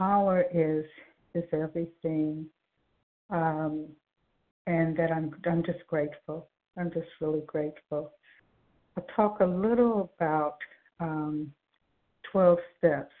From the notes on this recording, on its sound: 100 Pounders Phone Meeting.